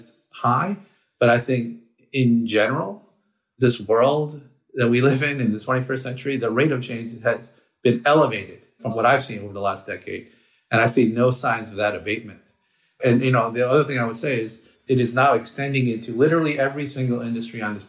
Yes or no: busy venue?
no